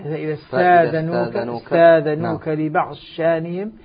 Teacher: فهنا تدغم الضاد في الشين وتصبح شينا مشددة